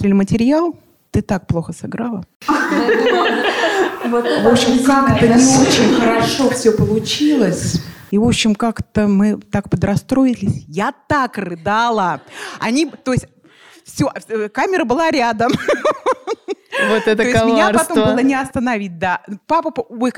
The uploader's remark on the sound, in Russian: Это живая запись в рамках международного кинофестиваля «Пример интонации» в Севкабель Порту в Петербурге.